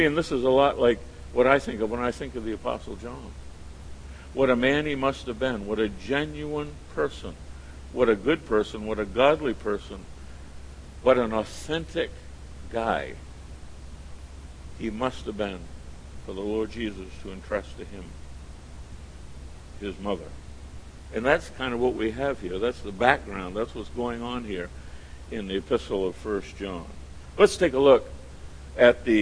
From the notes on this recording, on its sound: at The People’s Church of Somerville, NB on the evening of June 8, 2014